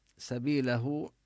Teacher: سبيله نمد الياء مدا طبيعيا ونصل الهاء، هاء الكناية هاء الضمير، نصلها بواو لأنها وقعت بين متحركين، اللام مفتوحة والفاء مكسورة.